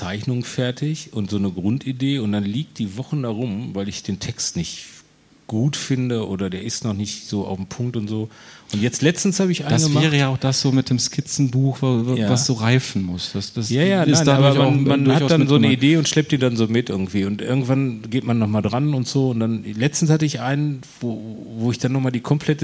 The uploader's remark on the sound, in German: Live in Kassel. Vor Publikum.